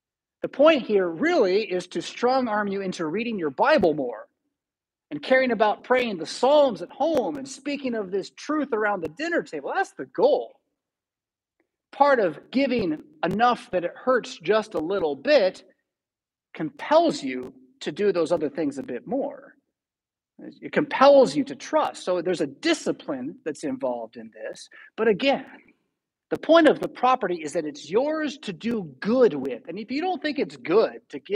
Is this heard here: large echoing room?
yes